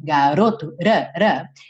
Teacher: uma redução muito comum para as letras T e D, que elas soam como rararã, igual esse R aqui da palavra garoto, garoto, rarã.